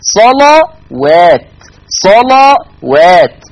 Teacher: ولكن لاحظوا أن تغليظ اللام لا يطغى على ترقيق الواو، لاحظوا أن تغليظ حرف اللام لا يطغى على ترقيق حرف الواو، يعني ما جيش قارئ أو قارئة تقول صلوات، لا، اللام فقط مغلظة، أما الواو فهي مرققة